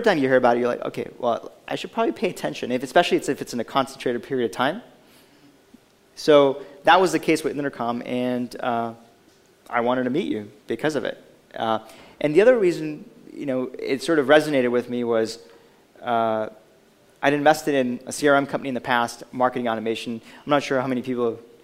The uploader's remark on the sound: Recorded live at the Intercom on Capital event.